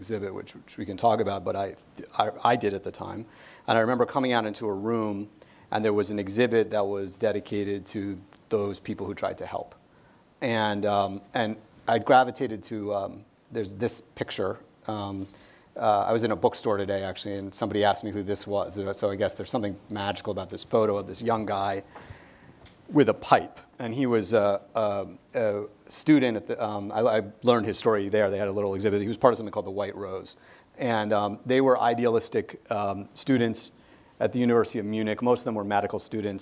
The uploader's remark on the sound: our in-person event